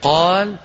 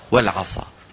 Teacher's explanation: قال مستعلي منفتح، العصا مستعلي مطبق